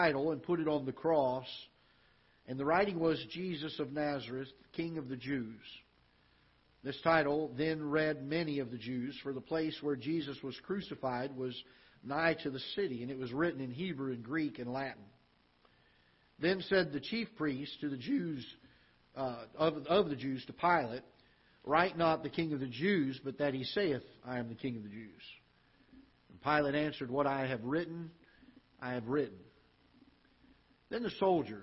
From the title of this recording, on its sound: Ketha Heights Baptist Church ~ Live Broadcast